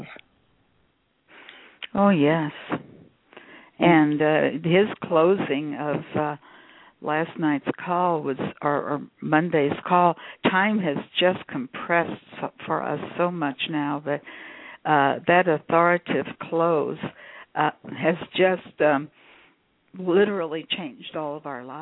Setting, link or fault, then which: link, phone line